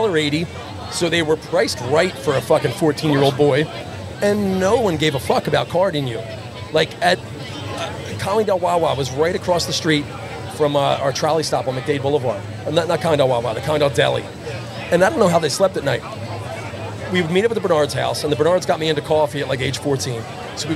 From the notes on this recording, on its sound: We went live from the Wells Fargo D1 lot. With Guests and the wild atmosphere.